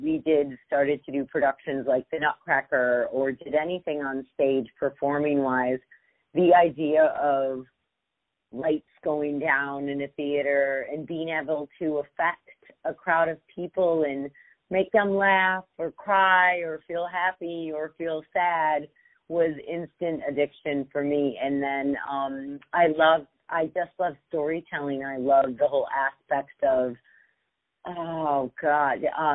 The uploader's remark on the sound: On the phone